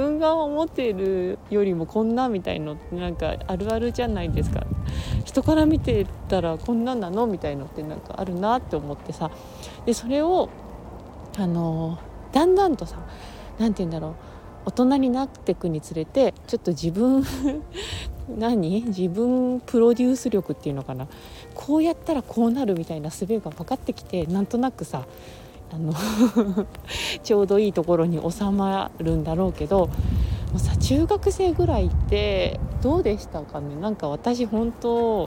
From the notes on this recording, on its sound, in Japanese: 酔っ払ってフラフラ歩きながらの収録。酔っ払って歩いて収録したけど。